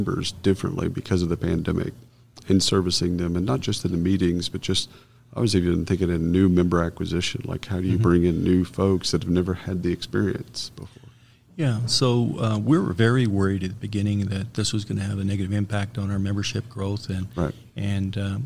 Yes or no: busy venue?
yes